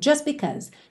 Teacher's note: Just é uma palavra que termina em T, mas frequentemente esse T não é pronunciado. Então você ouve just because.